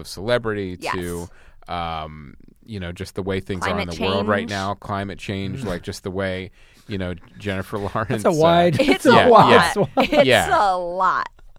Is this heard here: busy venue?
no